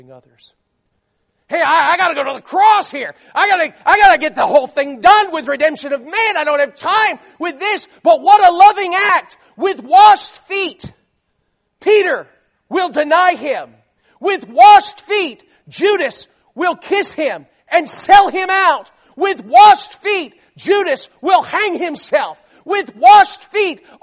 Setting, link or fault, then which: setting, large echoing room